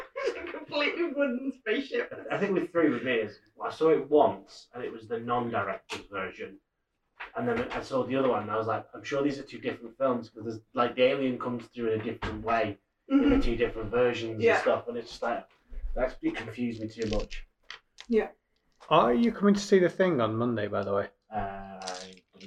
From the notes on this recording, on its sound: The audio in this podcast is not the best, we've not done in person recording since 2020, it will improve for session 2.